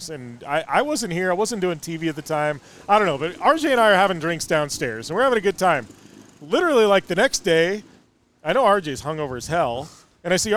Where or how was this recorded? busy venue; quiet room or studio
busy venue